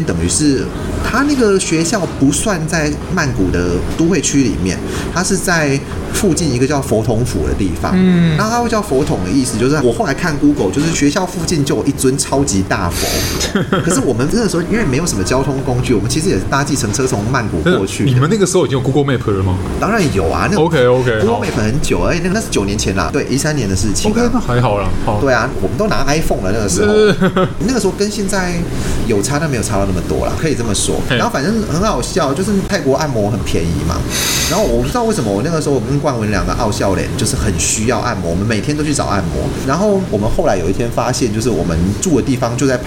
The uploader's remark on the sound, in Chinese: 本集白噪音指數：蚊風級 1/5。錄音地點： BUZZ Cafe & Beer。